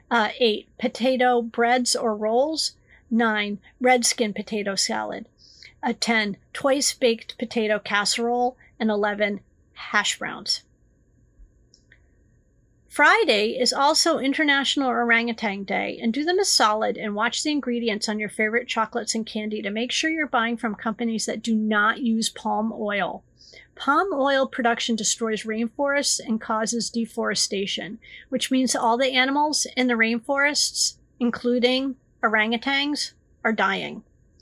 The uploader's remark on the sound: You can absolutely tell that I am tired today so sorry for all the little mistakes and noises that I didn't have to energy to edit out!